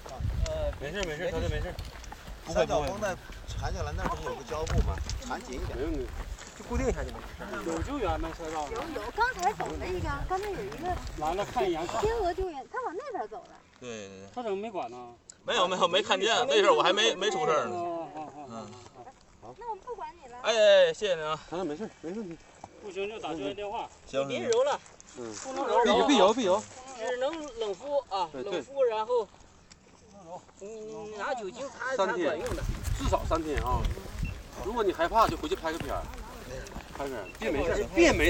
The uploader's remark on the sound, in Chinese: 在跑完崇礼168的30公里后，我又去了迷笛音乐季的现场。今年的崇礼168与迷笛音乐季合作。在30公里的赛道和终点，迷笛音乐节的现场，找到了跑友和乐迷。这次不再是一个人的讲述，我们进入现场，记录下所有能记录的东西。